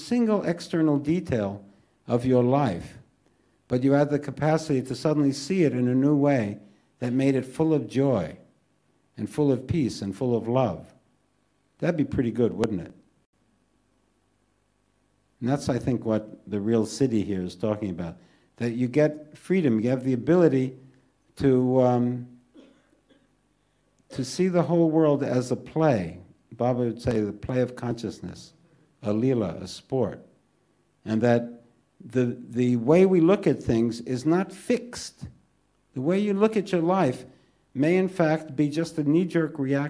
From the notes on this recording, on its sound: This podcast was recorded live at The Ashram in Mount Eliza.